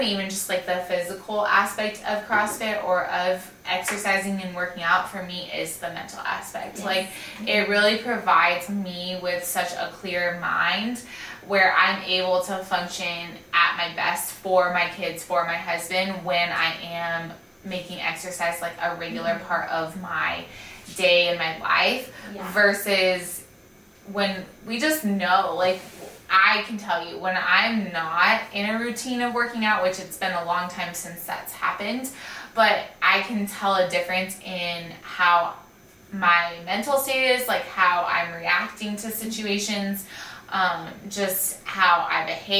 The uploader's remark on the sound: Sorry about the video and audio quality this week